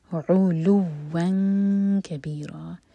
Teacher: علوا كبيرا، واو کی تنوین کے بعد کیف، تو کیف کے لیے اخفا، تو تنوین میں نون کا ساؤنڈ چھپائیں گے، ٹائم دیں گے اور کیف کے لیے زبان تیار رکھیں گے. علوا كبيرا، را دوہرے کا لمبا، را ہیوی، اور یہ ہے مد عوض عن التنوین.